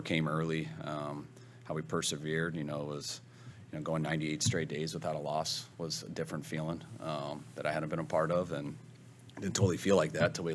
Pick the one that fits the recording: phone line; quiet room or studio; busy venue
busy venue